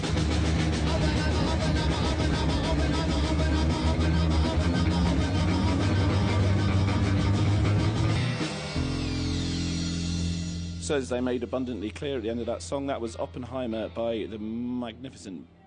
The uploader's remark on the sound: BONUS: Green Man Festival (Saturday). Broadcasted from a boggy field in the beautiful Brecon Beacons in Wales on Green Man Festival radio.